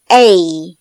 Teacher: 发 A 的时候舌位由 A 向 I 的方向滑动并逐渐升高后移，开口度逐渐变小，在还没有达到 A 的时候就停止。A 和 A 中间不停顿，一气呵成 A。二 O 发音要领 O 这个音有两个元音 A 和 O 结合而成。发这个音的时候，上下唇及上下齿张开，嘴形成 O 的形状，舌头自然平放，舌尖微微上扬，但是不触及下齿，震动声带就可以了。O 三 I 发音要领，这个音由 R 和结合而成，发音时先发啊的音，再发 i 的音，但是中间不停顿，一气呵成